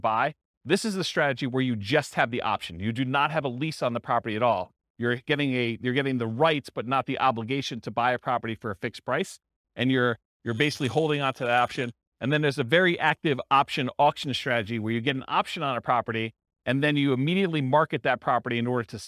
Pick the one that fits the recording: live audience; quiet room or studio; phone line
live audience